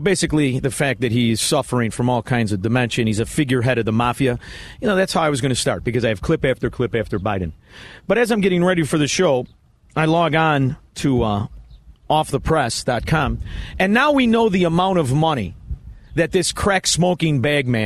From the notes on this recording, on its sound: broadcasts live from the Makray Memorial Golf Club in Barrington!